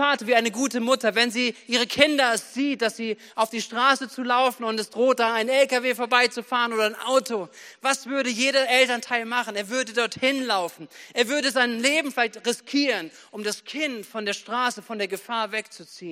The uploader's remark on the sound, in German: Predigten am Heilig Abend aus der Missio Kirche. Gemeinde für Bad Kreuznach und Region.